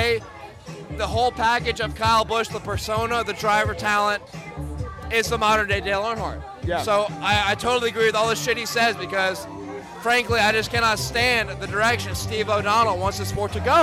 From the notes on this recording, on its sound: LIVE At Faster Horses Music Festival. LIVE on the Garage Guys NASCAR Podcast at Faster Horses Music Festival in Brooklyn Michigan.